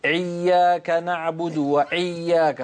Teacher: فأحيانا بعض الناس لما ينطقون الهمزة يضغطون على مخرج العين، يقول إياك نعبد وإياك، فيضغط على حرف العين عند نطق الهمزة.